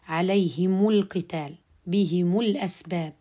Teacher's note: وصلا ووقفا لو جاء بعد ميم الجمع حرف متحرك غير الهمزة نتخلص من التقاء الساكنين بتحريك الميم بالضم وصلا